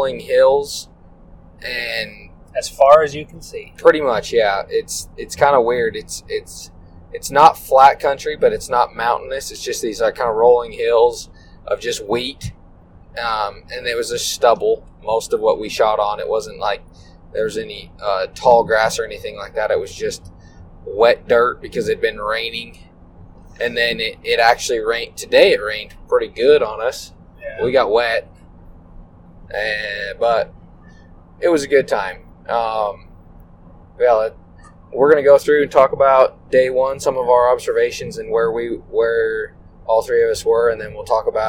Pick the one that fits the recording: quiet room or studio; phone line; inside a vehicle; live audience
inside a vehicle